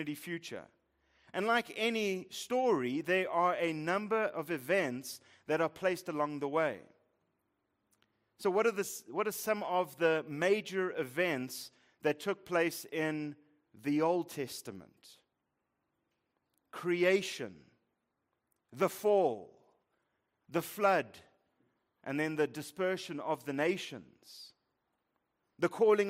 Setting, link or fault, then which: setting, large echoing room